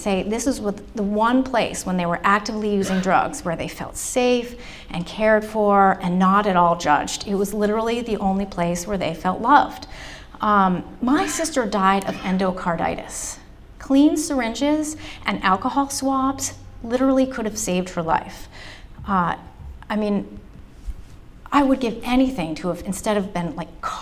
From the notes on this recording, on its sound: The talk was recorded at the Brooks Memorial Library in Brattleboro. For our First Wednesdays program.